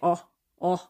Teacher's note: the vowels were shorter and they don't have that little extra piece on the end like Americans like to say · Term: monophthongal residue